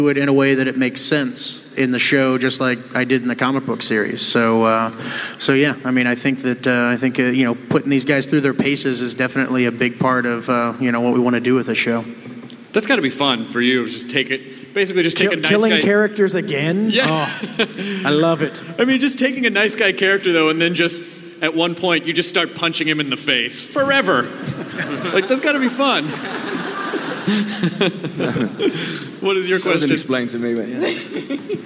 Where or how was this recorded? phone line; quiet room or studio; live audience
live audience